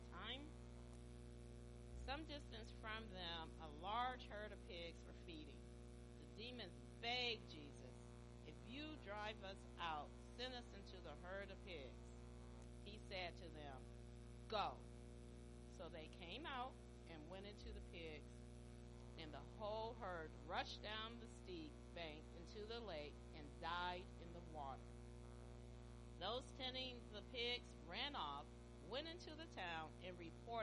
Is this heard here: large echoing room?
yes